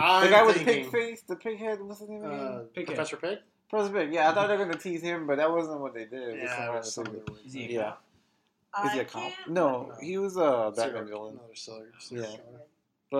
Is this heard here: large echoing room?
no